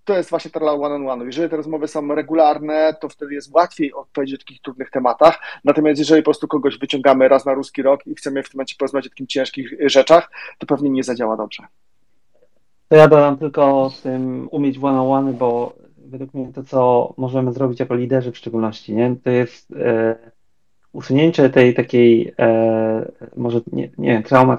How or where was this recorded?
video call